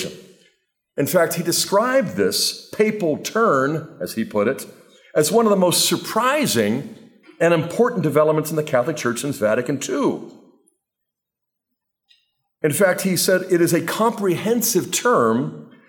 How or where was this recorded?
live audience